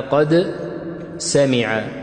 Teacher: عندنا الدال تخرج من طرف اللسان لكن مع أصول الثنايا العليا، لكن السين لا أخفض منها قليلا، وهكذا.